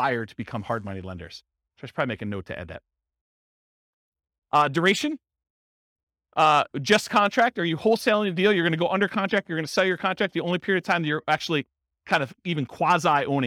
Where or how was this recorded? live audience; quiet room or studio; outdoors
live audience